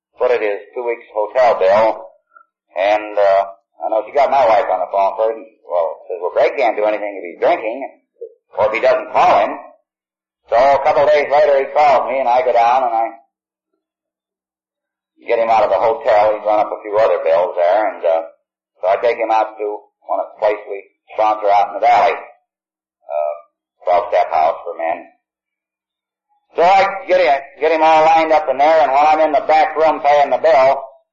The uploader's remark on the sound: He is telling his story in San Francisco. At an unknown event. This recording has a harsher tone to it as many older recordings do, I was able to get the background hum out.